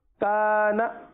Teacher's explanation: کاف کو کھینچیں گے ایک الف تک، نون کو نہیں کھینچیں گے